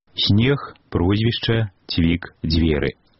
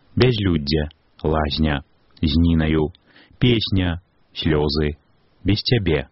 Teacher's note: Падкрэслена мяккія зе, се, дзе, це, яскравая рыса гукавой сістэмы нашай мовы. Пры карэктным беларускім вымаўленні зычныя абавязкова прыкметна памякчаюцца перад наступнымі мяккімі гукамі.